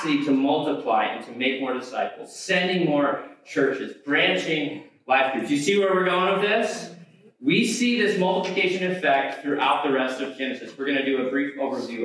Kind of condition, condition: fault, poor sound quality